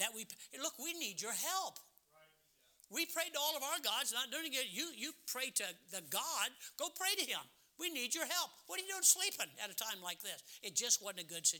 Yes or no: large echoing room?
yes